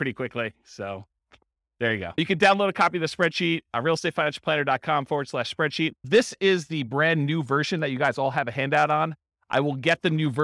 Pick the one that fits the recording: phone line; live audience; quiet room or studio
live audience